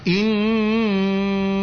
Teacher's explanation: Kalau nun dan mim bertasdid, kasih gunnah dulu.